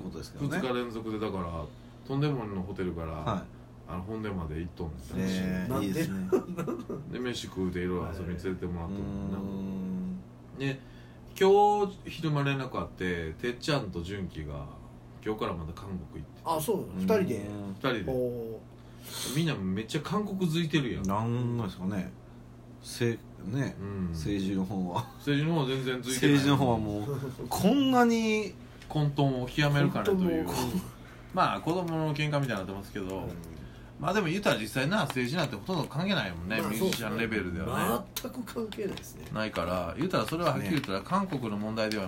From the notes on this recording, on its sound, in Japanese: 神戸、SPACE DOG!RECORD(お店)より、。